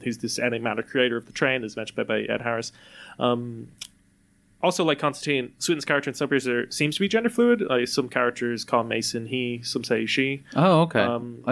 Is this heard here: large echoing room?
no